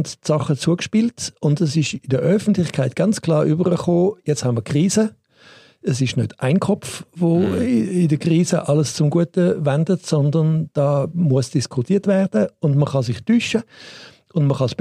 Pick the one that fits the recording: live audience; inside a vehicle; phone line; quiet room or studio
quiet room or studio